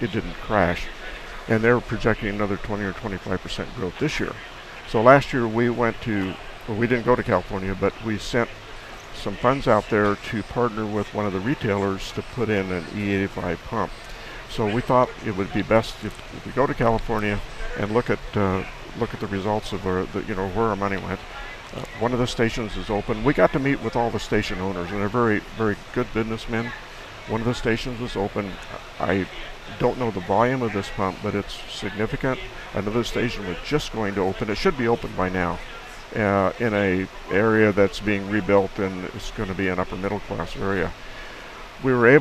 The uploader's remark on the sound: reports live from the Syngenta tent at Husker Harvest Days in Grand Island, Nebraska!